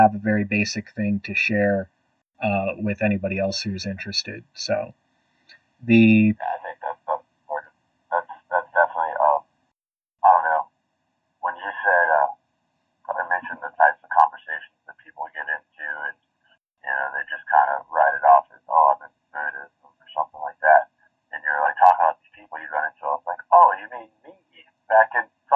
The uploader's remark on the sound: Horrible Audio. Sorry about the terrible audio in this one. We're new to this format.